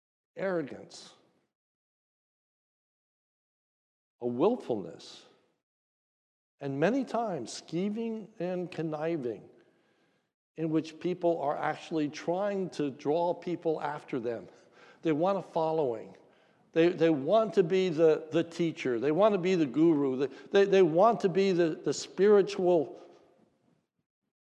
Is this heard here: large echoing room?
yes